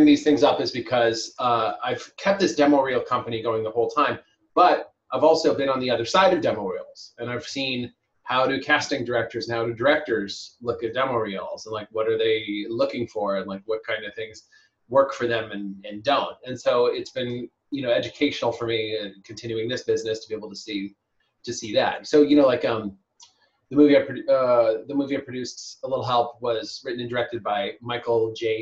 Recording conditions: video call